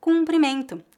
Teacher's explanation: A pronúncia dessa palavra é feita com U nasal.